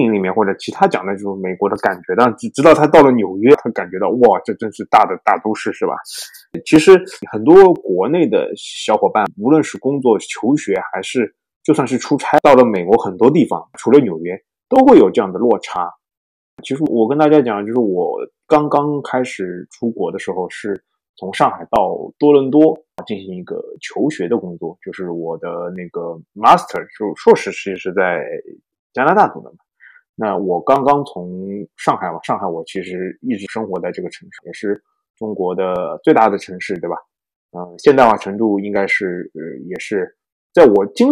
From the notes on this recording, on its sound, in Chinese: 因某种“不可抗力”下录音设备问题，导致本期节目音质略有瑕疵，望见谅。